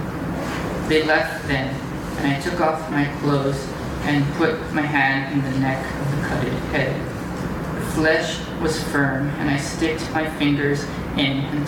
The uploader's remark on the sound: Recorded March 23, 2015 in Meyer Auditorium at Lake Forest College.